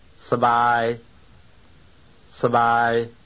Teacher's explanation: The second syllable is prominent. That is, it is relatively louder and longer than the first syllable.